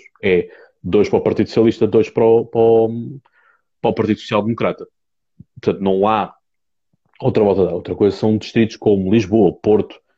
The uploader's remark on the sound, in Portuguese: Neste Live do Instagram